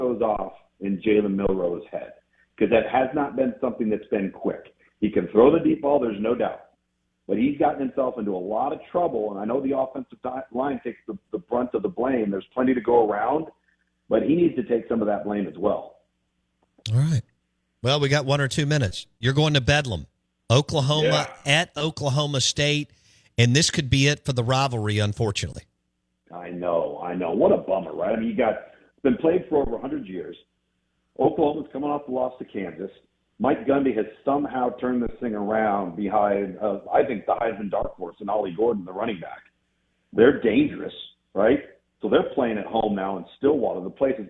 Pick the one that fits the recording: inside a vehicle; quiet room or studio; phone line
phone line